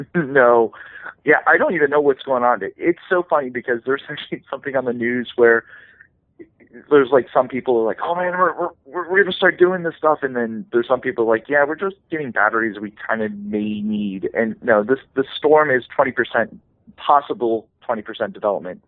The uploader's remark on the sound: Your phone calls!